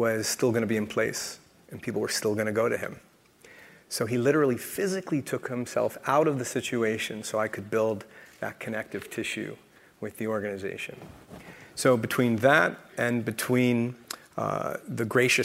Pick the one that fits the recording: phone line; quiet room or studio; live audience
live audience